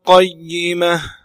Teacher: شد الياء المشددة صحيح فيها نبر لكن لا تلصق وسط اللسان بالحنك الأعلى فتصير شديدة